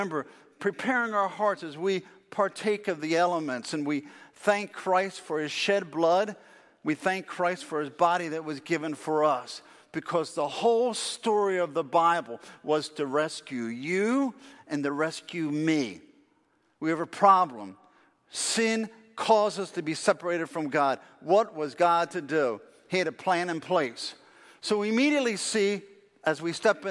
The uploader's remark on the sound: Faith Baptist Church in Hamilton, NJ.